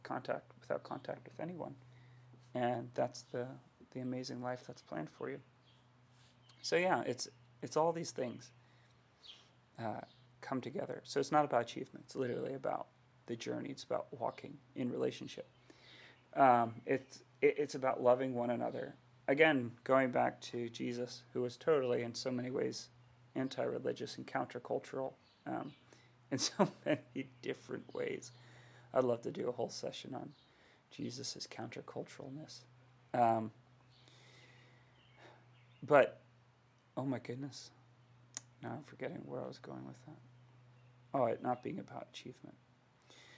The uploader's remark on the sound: AUDIO LOW.